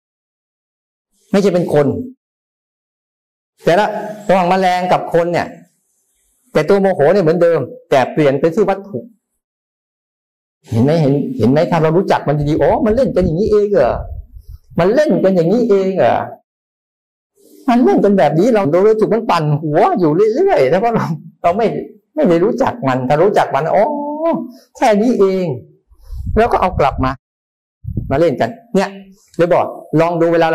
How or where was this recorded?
video call